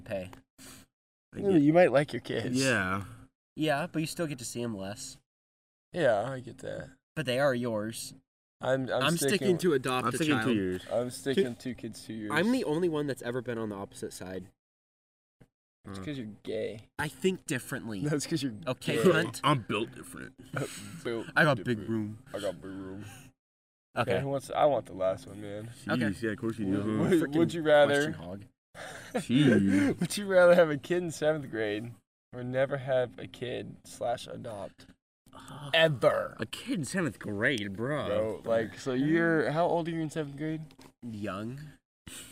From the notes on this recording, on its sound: sprinklers soak us mid recording